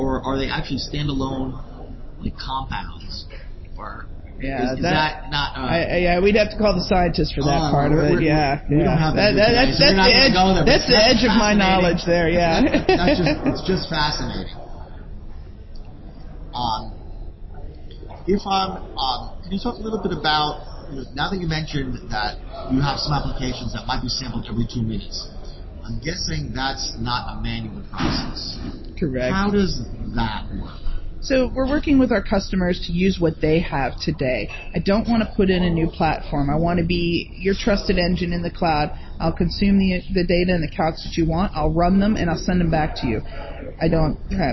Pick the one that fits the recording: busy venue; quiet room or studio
busy venue